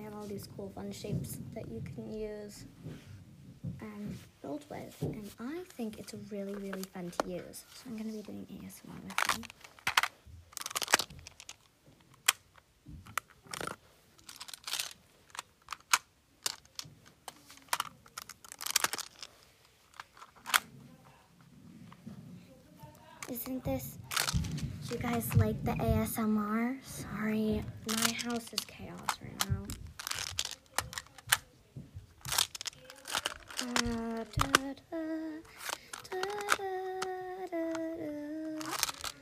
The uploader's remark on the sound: A ton of background noice. Magnatile ASMR.